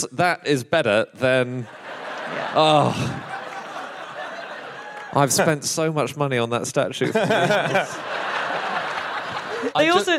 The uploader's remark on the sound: Live from New York